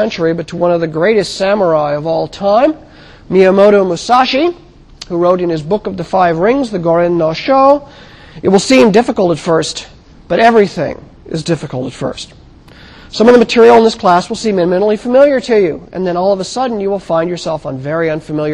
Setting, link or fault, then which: setting, large echoing room